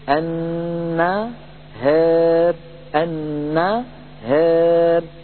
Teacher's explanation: إذن إذا جاءت ألف وجاء بعدها حرف الراء وكان مكسورا متطرفا، فإن ورشا رحمه الله يقلل هذه الألف أيضا وجها واحدا، نحو قوله تعالى النهار، فيقول النهار النهار. التقليل يبدأ من فتحة الهاء وليس من فتحة النون كما نسمع من بعض إخواننا المبتدئين فيقولون النهار يبدأون التقليل من فتحة النون، هذا لا يصح.